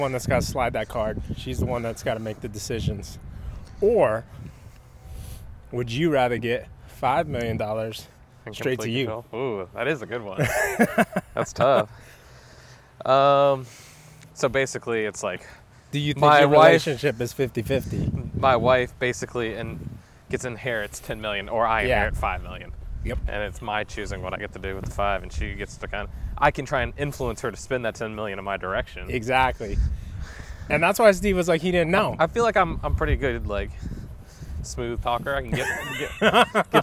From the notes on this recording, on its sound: test out recording out on the street